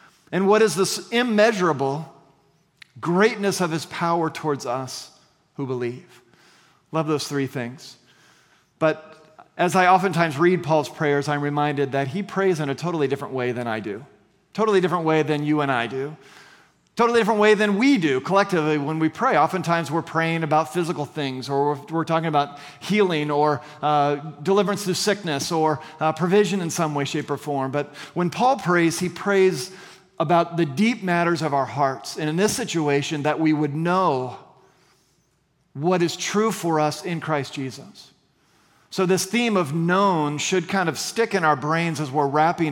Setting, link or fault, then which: setting, large echoing room